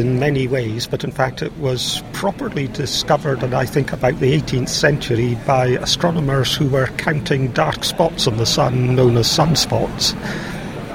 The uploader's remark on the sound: We have interviews from two conferences - .astronomy. The National Astronomy Meeting.